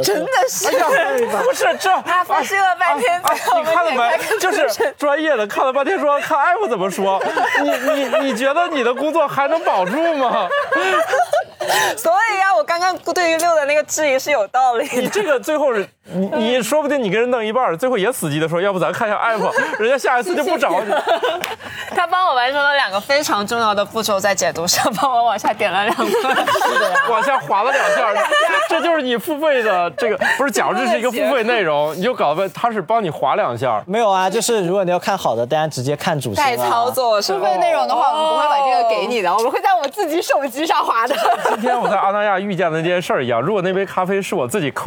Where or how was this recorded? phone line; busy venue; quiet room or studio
busy venue